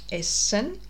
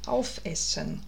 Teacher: bei Essen hast du keinen Knacklaut, bei aufessen hast du eine kleine Pause drin, eine kurze, plötzliche Öffnung von deinen Stimmlippen.